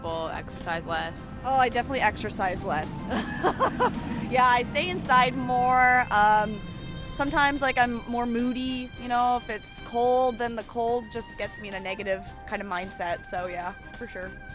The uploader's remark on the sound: Attends the student group rally “Students for NU NTE Faculty Justice" and talks to attendees.